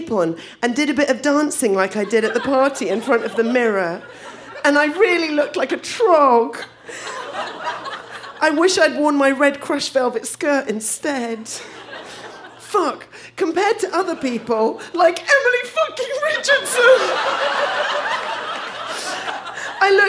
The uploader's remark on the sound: Recorded live at The Tranzac Club in Toronto, ON.